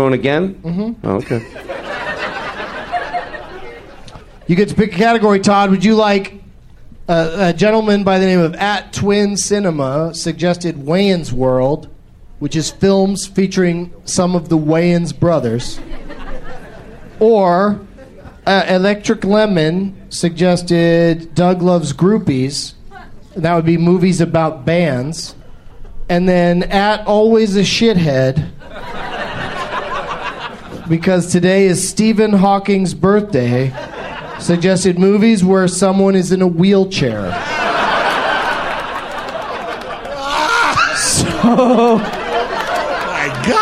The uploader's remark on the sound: Recorded live at the The Louie Anderson Theater at Palace Station Hotel & Casino in Las Vegas, Nevada on January 8th, 2012.